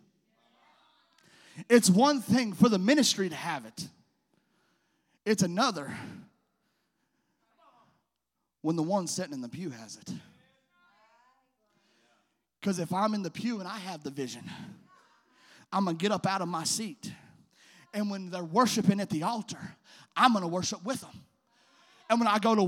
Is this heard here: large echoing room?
yes